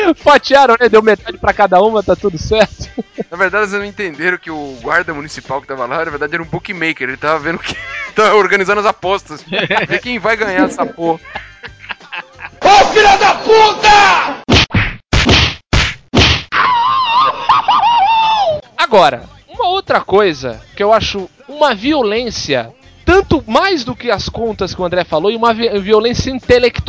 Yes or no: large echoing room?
no